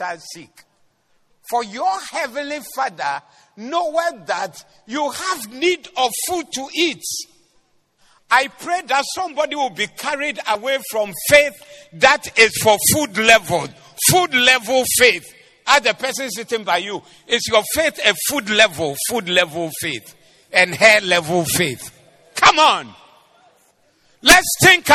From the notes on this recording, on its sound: Preached at the Doxa Service 18022024